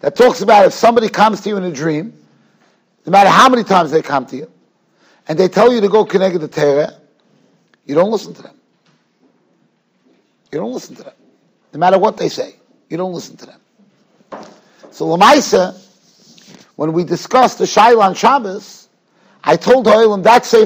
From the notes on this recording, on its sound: Shiur recorded in Yeshivas Ohr Reuven, Monsey, NY.